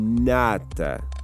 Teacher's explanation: Cola a língua aos dois dentes incisivos do maxilar superior e quando diz a palavra ela explode. · Term: consoante oclusiva nasal alveolar